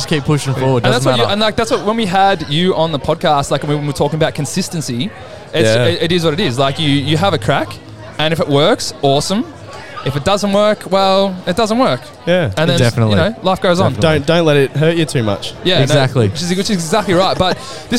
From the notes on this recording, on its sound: We setup camp in line at our favourite Thursday night hotspot. If you wanted to be on this weeks episode then you had the opportunity to jump on the mic with us!